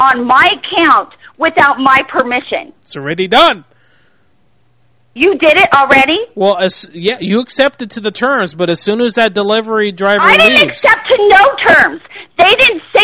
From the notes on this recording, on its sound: Prank Phone Calls